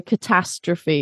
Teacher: catastrophe, the ta is the stress in that word